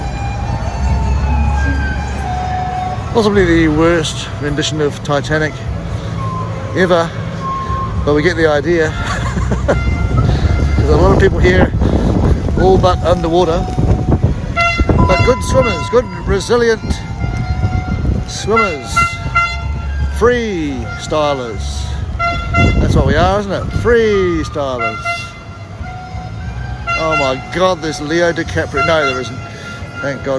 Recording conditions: outdoors